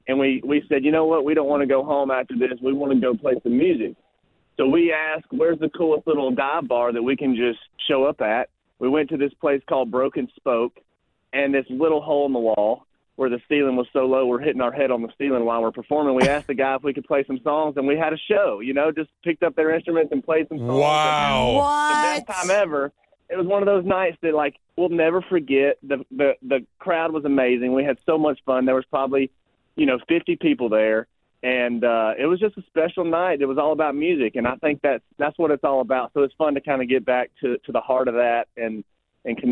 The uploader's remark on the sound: a special guest phone call